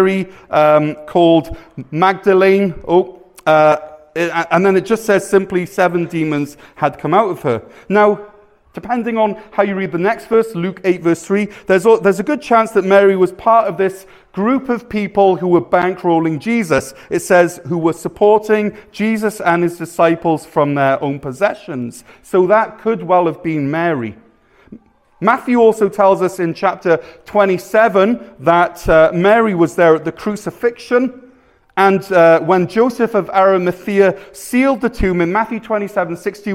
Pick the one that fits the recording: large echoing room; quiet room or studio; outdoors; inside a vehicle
large echoing room